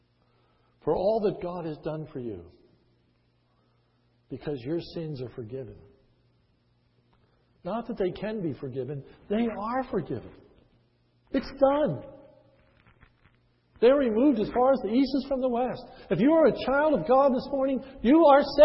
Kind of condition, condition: setting, large echoing room